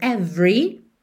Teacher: Lembra de não pronunciar esse E do meio, não é every, ok?